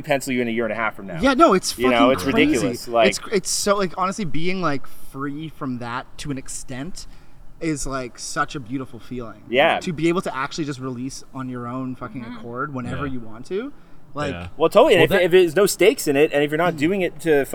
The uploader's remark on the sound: On the first outdoor episode of Cold Pod